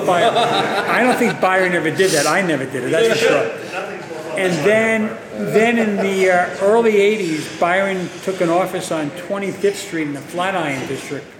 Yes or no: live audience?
yes